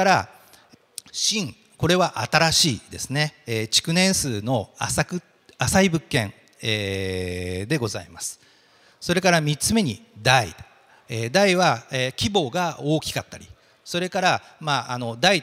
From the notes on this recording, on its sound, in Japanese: 東京証券取引所で開催した「J-REITファン2018」に登壇した。IRセミナーをダイジェスト版でお送りします。